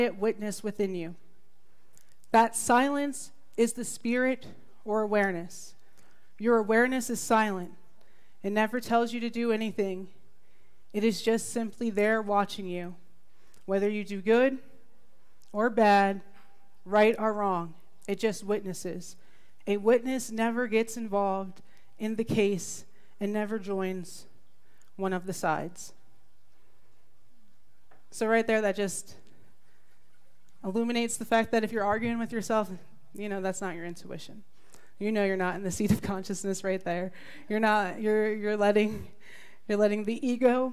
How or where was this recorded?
live audience